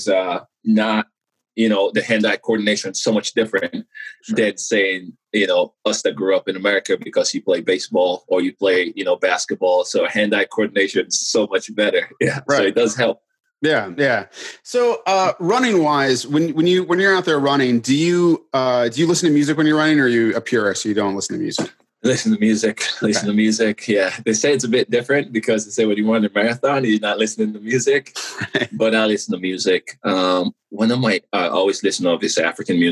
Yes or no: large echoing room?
no